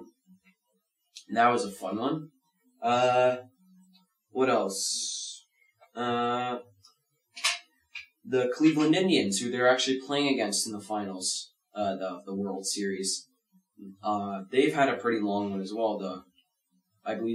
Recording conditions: poor sound quality